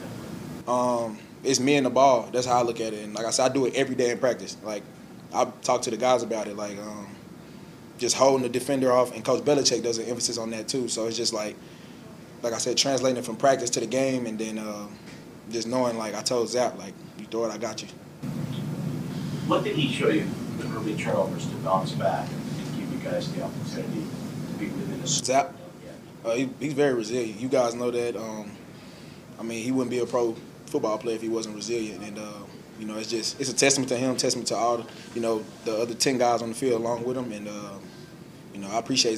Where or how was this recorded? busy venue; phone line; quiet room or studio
busy venue